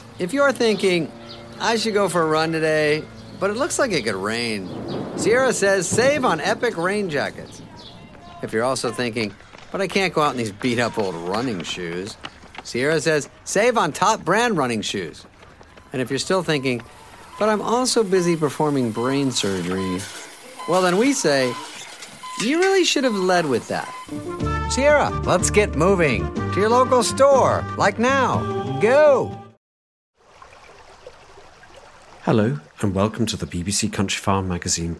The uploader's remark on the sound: A charming ramble along Derbyshire's River Govt